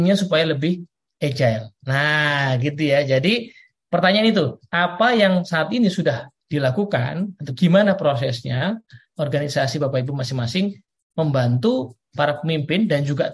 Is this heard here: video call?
yes